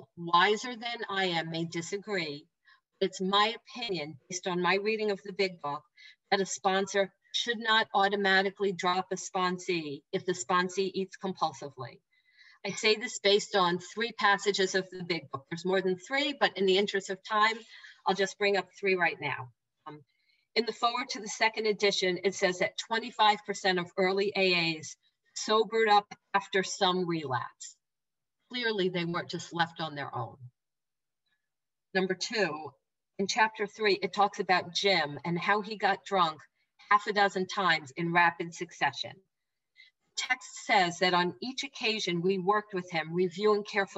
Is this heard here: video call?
yes